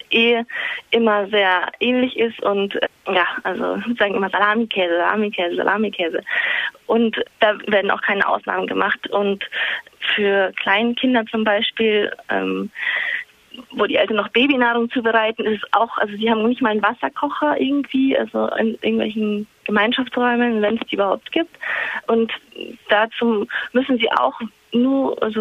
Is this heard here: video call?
no